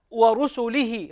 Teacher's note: فلا بد أن نظهر ضمة السين